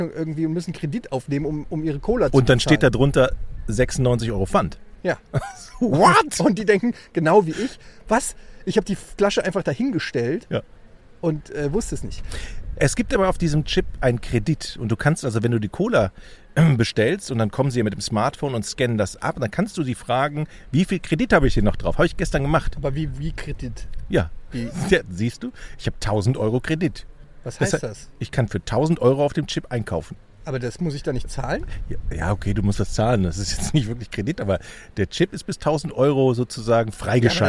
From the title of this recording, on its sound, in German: Live vom OMR Festival